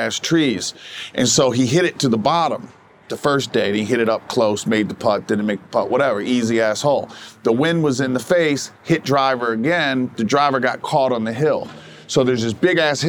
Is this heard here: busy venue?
yes